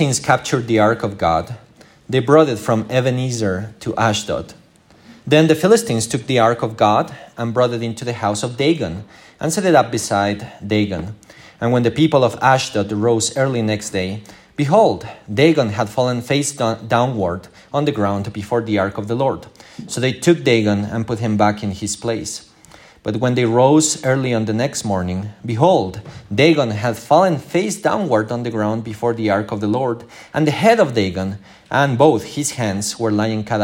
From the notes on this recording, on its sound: This is the recording of our morning service.